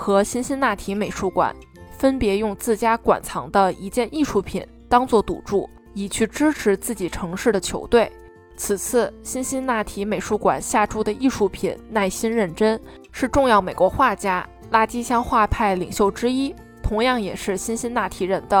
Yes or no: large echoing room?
no